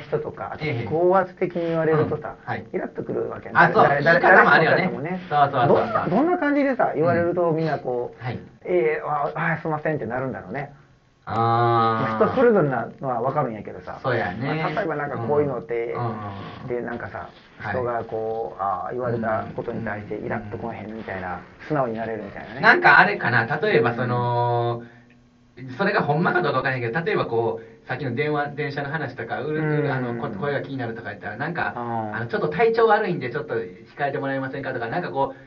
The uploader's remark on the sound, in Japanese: 音声悪